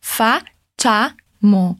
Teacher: Os dois A's são bem abertos